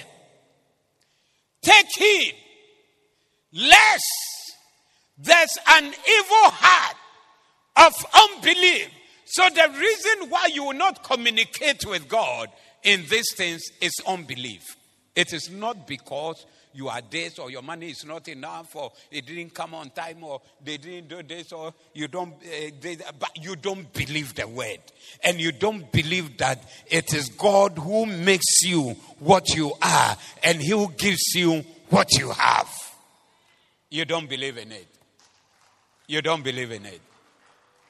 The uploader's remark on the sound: Preached at the Doxa Service 23072023